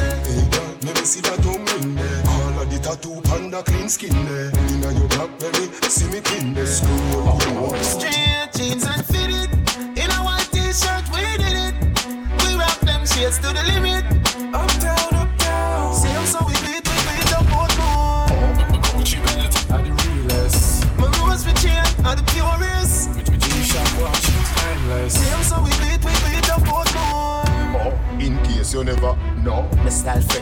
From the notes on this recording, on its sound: Hush Lounge 19.09.20 (Live Audio).